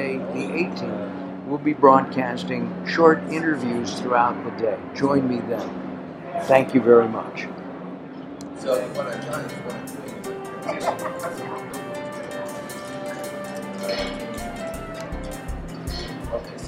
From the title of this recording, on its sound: LIVE From #SSW Supply Side West